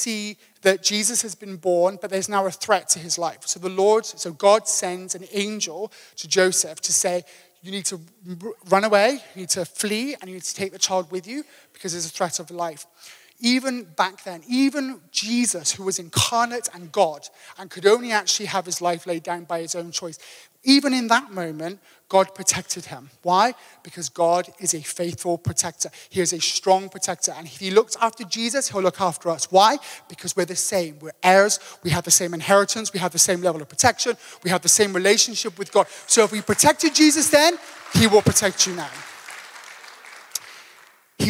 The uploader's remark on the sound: Table View AM. Recorded live on Sunday 18th June the 2023.